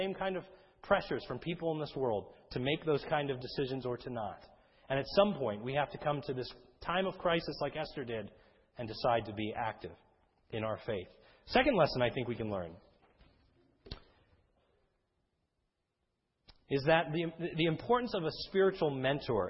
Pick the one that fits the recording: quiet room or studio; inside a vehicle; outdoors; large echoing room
large echoing room